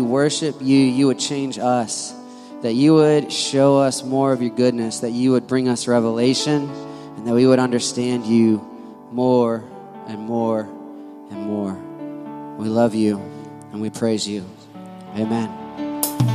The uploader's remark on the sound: Full Sunday Service